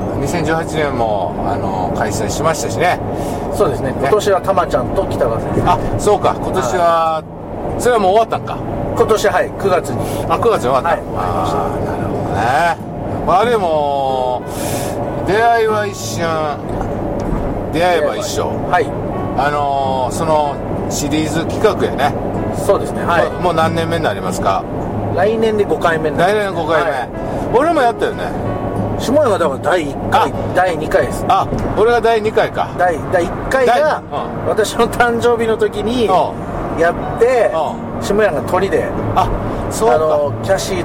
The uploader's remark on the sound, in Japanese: 埼玉県。ドライビング対談収録をいたしました。